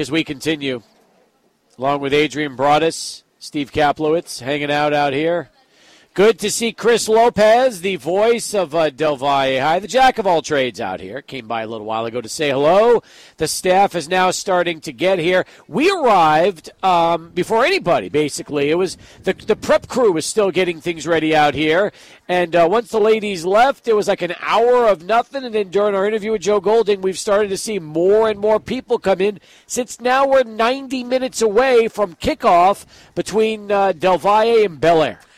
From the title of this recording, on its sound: Live at Del Valle